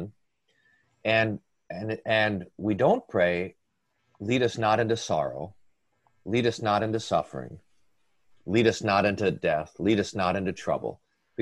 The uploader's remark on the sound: ZOOM recorded Bible Classes